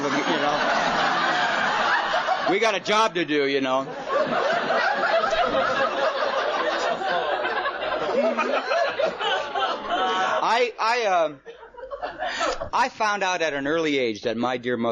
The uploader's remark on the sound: The folks attending are very enthusiastic about him being there, however its an unknown meeting.